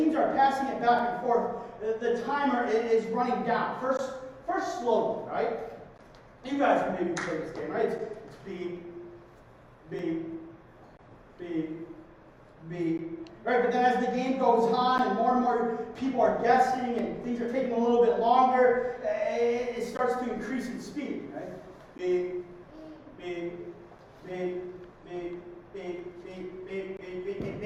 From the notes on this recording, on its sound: Due to technical difficulties the sound quality of this week's sermon is less than our standard